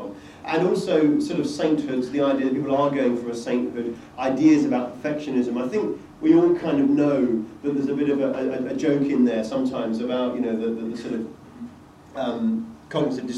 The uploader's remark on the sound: A talk given at a conference in London